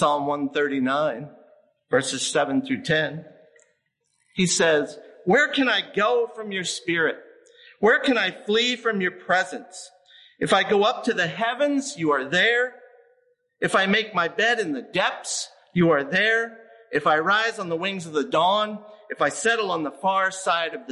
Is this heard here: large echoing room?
yes